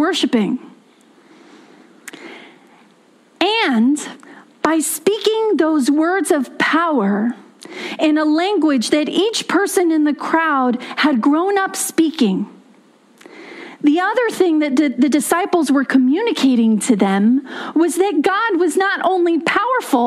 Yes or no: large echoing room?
yes